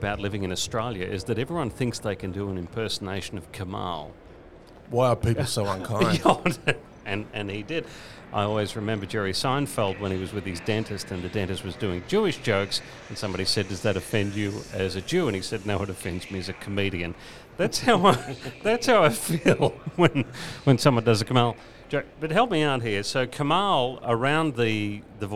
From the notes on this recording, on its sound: Live from the Chairman’s Lounge in Fyshwick. Live from the place where the real decisions are made.